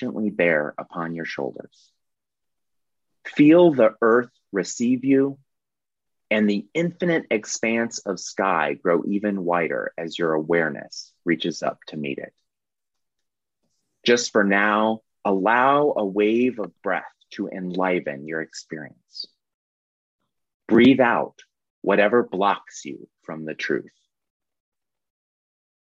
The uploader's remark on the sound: This is the audio replay of the monthly Zoomy Zoom.